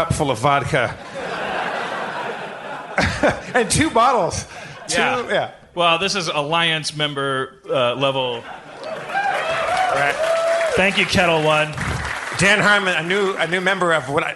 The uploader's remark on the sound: HARMONTOWN Live at Largo Coronet Theatre